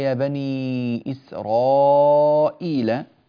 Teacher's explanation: في الآية 121 في قوله تعالى يا بني إسرائيل، عندنا هنا حرف الراء، هذه الراء تفخم، هذه الراء راء مفخمة لأنها اسم أعجمي، وهذه الياء ليس فيها مد بدل زائد عن حركتين، هو فقط الحركتين الأساسية ولا يجوز الزيادة على هذه الحركتين لورش من طريق الشاطبية، فهذا مما يستثنى له، بارك الله فيكم.